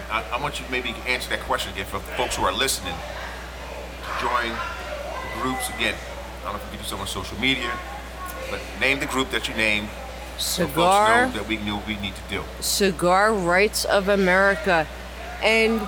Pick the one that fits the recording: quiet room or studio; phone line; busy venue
busy venue